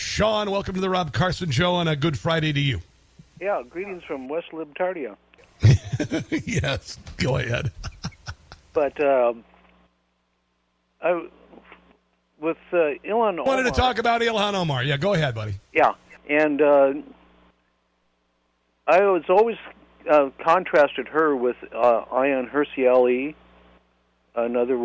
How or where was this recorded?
phone line